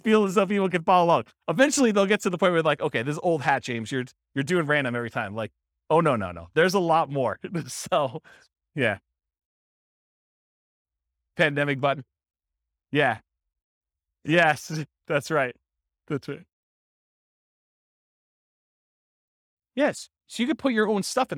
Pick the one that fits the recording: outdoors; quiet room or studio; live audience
live audience